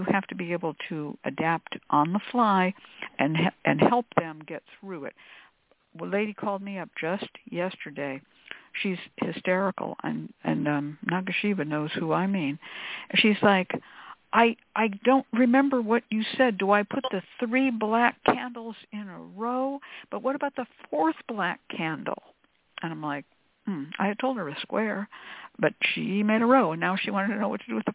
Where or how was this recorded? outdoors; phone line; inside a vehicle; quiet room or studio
phone line